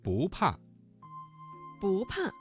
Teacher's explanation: 不怕这个词当中的不字在四声前要变成二声